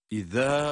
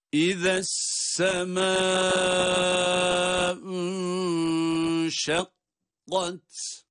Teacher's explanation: İzâ tek başına okunursa, izâ olarak met ile uzatarak okunur. Ama geçiş halinde, bakınız, geçiş halinde burada uzatma söz konusu değil. Onun için sanki zel harfini üstünüyle sin harfine bağlıyormuş gibi bir kıraat icra ediyoruz.